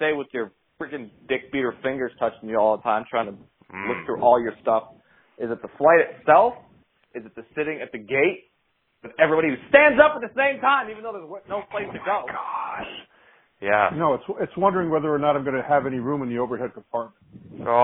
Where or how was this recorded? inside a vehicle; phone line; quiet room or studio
phone line